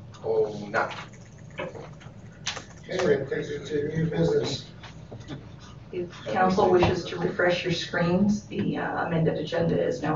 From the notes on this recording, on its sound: Regular Meeting of Council. Audio recording of the June 10, 2019 Regular Meeting of Peace River's Town Council.